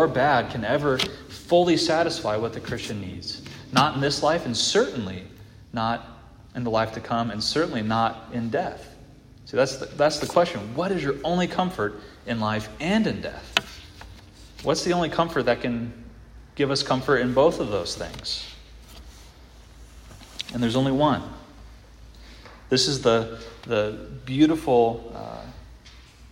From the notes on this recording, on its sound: This audio is from the evening prayer meeting at Christ the King